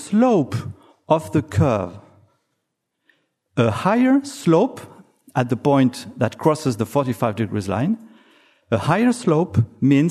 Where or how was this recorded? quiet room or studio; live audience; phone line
live audience